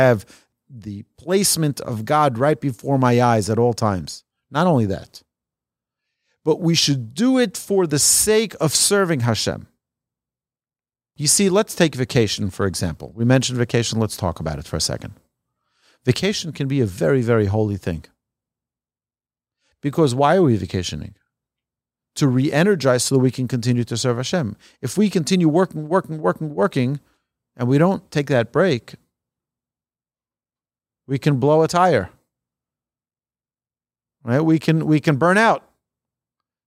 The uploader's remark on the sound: Recorded in the TORCH Centre - Studio B to a live audience on May 30, 2023, in Houston, Texas.